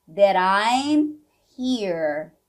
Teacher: Nós vamos unir aqui esse that com I'm, esse T vai ficar com som de R. That I'm here.